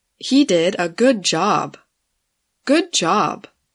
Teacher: the stress should go on the noun, the second word. So, if the adjective good goes before the noun job, then the stress goes on job.